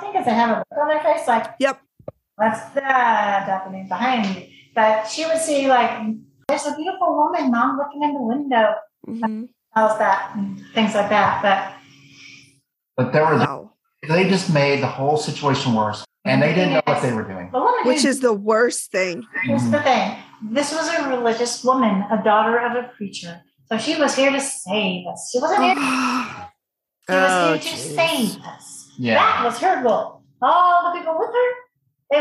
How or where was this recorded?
video call